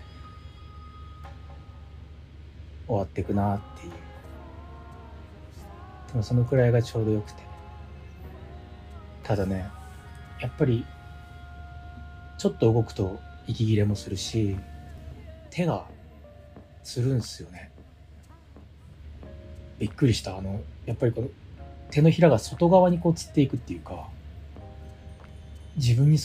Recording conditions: background noise